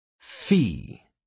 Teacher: Fee touches your bottom lip to your upper teeth